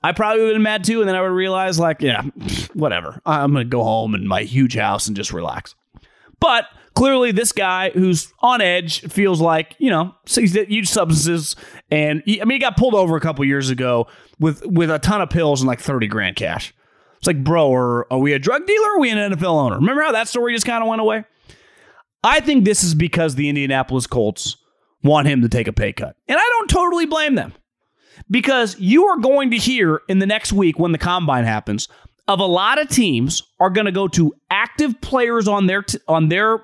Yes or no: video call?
no